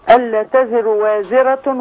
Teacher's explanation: ما تشبعيش ضمة الراء عشان ما يتولدش منها واو